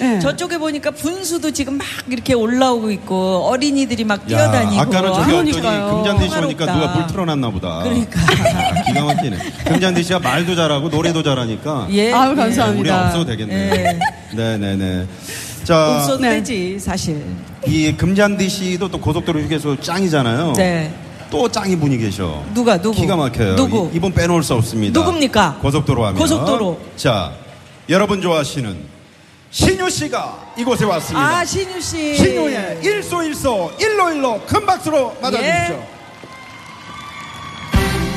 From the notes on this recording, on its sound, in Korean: 유쾌한 만남 공개방송